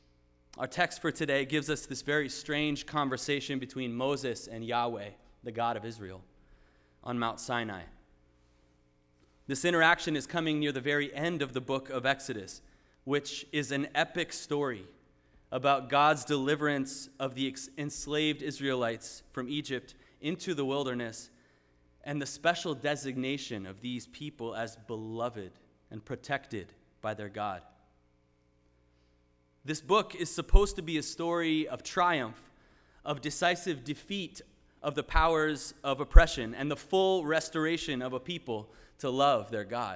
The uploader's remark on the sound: Sermon preached at RCHP on October 22, 2023.